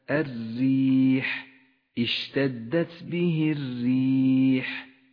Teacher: ترقق الراء في هذا الموضع لأنها مكسورة · Term: الراء المرققة